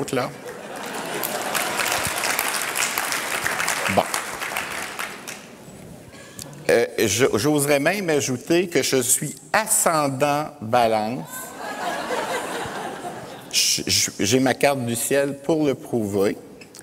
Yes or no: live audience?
yes